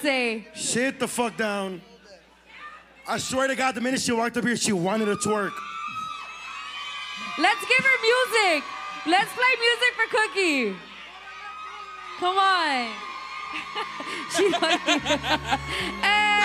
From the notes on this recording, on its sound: Live from the El Rey Theatre in beautiful Los Angeles, CA. Perform the podcast in front of a live audience of over 500 people. Recruit people in the crowd for juicy Sombra Sala stories.